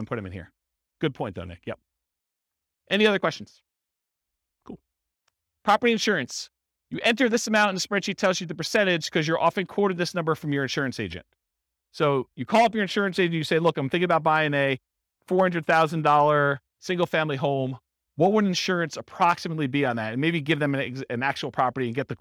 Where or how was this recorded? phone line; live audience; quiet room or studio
live audience